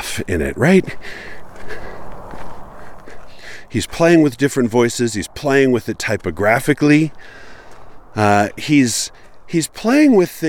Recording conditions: outdoors